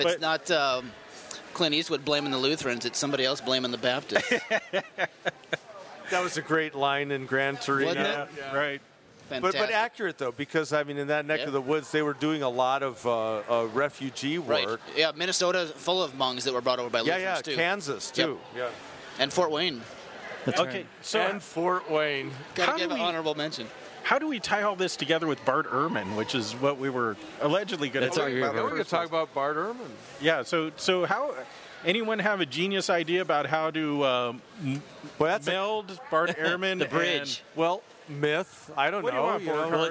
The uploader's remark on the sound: Recorded at the Higher Things Coram Deo conference on the campus of UNLV. The second hour of our special Las Vegas edition recorded at the Higher Things Coram Deo conference on the campus of UNLV.